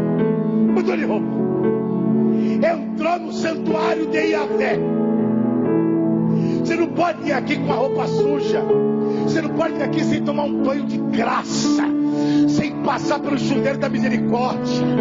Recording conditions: large echoing room